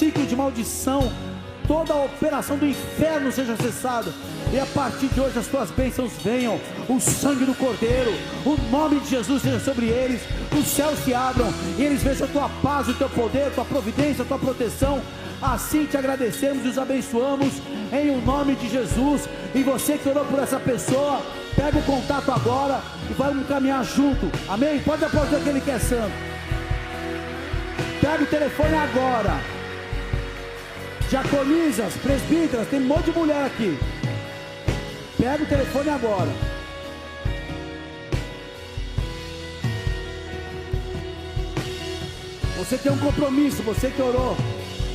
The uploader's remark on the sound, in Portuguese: Áudio extraído do Culto do dia 25 de JUL de 2023.